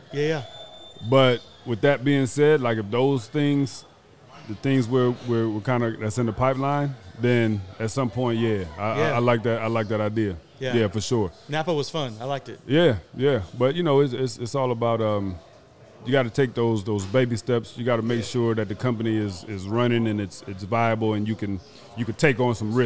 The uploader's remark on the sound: LIVE from Bar Code Burgers in Las Vegas